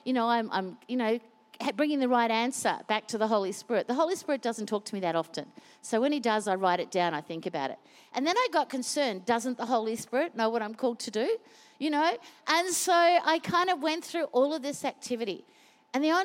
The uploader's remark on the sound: Recorded during our 9am service.